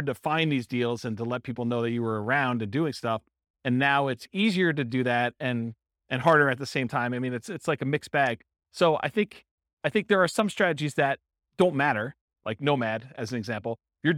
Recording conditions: live audience